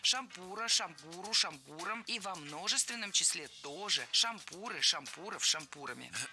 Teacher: Действительно, с шампура неверно, а вот с шампура это литературная норма. Во всех формах нашего слова мы сохраняем ударение на втором слоге. · Term: неподвижным ударением на основе